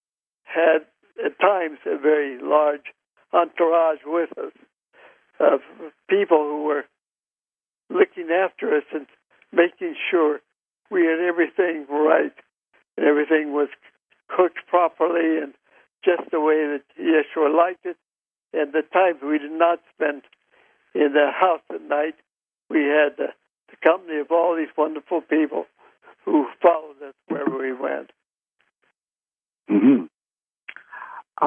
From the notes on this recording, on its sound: Conference Call LIVE